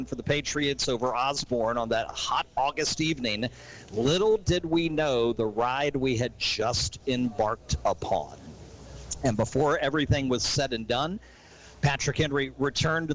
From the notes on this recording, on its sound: Live from Sports Page Grille in Ashland, heard live on 102.9 The Mater.